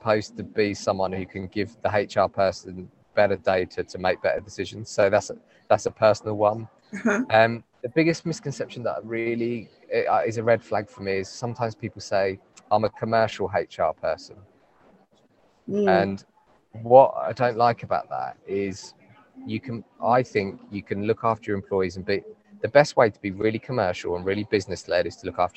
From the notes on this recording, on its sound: live and direct from this years CIPD conference in my home town of Manchester